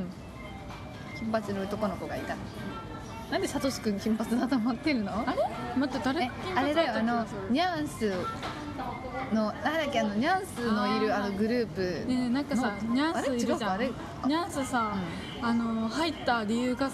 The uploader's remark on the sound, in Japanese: 回転寿司店 からお送りしております。一発録り。外で収録。